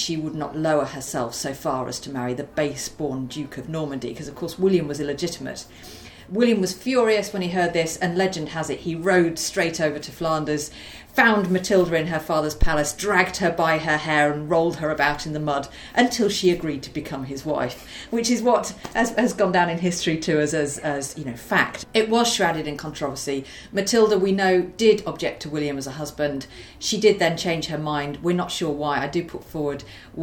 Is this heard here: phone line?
no